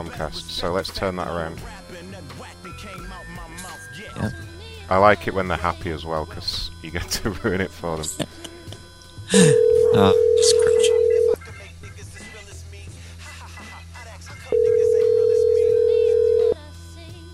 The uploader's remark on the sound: makes a few special phone calls